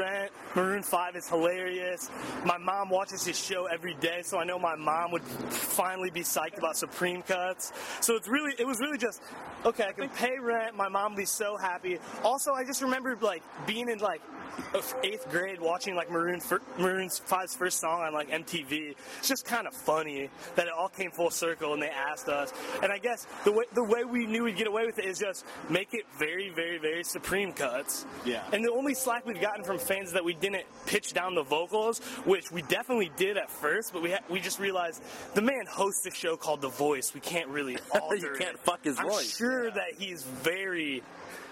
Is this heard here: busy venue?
yes